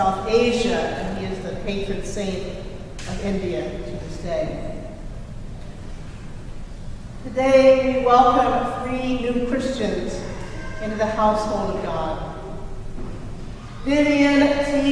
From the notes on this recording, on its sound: Recorded at Trinity Church in Princeton, New Jersey